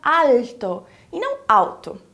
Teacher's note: Por exemplo, a palavra alto, que se escreve igualzinho em português e significa a mesma coisa também, é pronunciada alto e não alto. Quando você fala esse L, a pontinha da língua encosta bem no céu da boca, quase encostando nos dentes também. Por isso falamos alto e não alto.